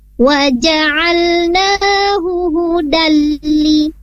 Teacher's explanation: Di sana tidak ada pemanjangan atau penahanan ketika tanwin bertemu lam, karena di sana hukumnya idgham bila guna, langsung dimasukkan huruf lamnya